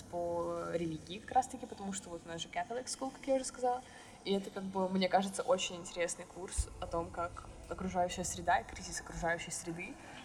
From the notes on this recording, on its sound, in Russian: В этом выпуске не очень хороший звук.